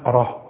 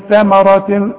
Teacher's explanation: الراء يا سيدي الراء هي المفخمة انما ادي الثاء حقها في النطق ادي الميم حقها في النطق وهي مرققة